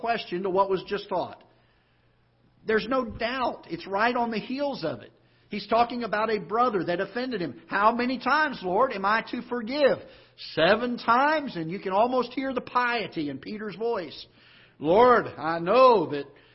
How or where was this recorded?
large echoing room